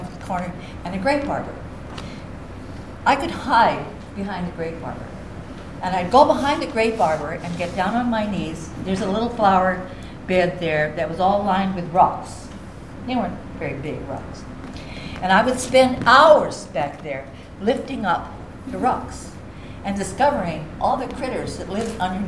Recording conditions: live audience